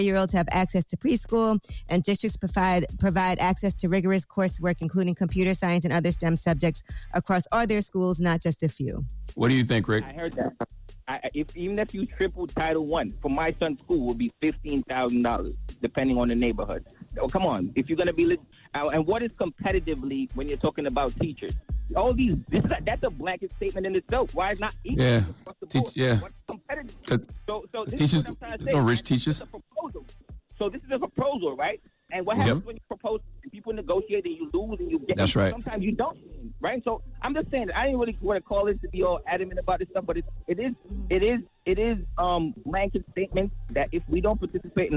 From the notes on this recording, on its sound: Today on the show we opened up the phone lines to see what our listeners would want out of a President.